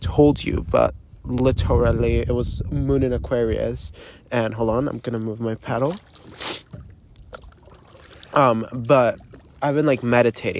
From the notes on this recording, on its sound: Literally live from my paddleboard.